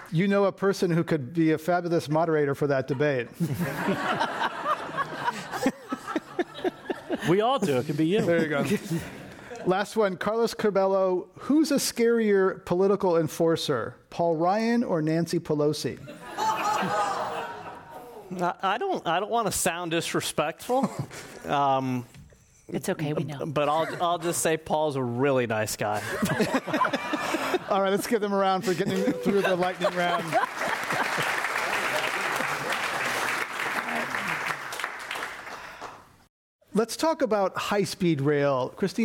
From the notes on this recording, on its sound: This program was recorded in front of a live audience at The Commonwealth Club of San Francisco on April 30, 2019.